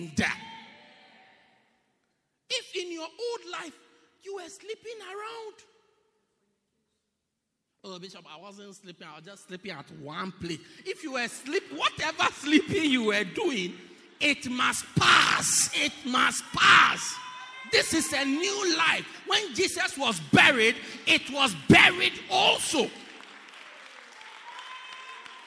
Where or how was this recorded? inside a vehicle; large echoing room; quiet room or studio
large echoing room